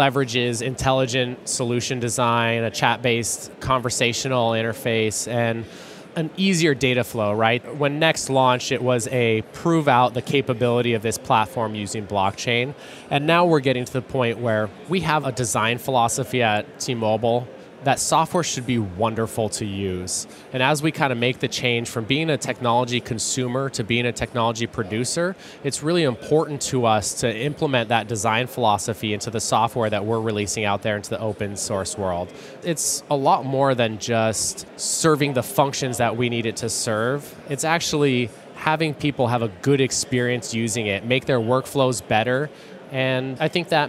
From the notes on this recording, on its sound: joins us live from Microsoft Ignite